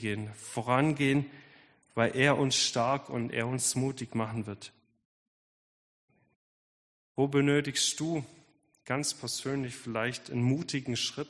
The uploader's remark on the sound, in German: Predigt der Sueddeutschen Gemeinschaft Ditzingen